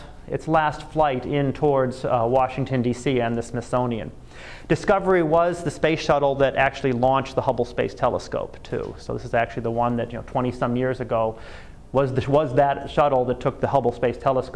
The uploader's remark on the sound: Live Class Lecture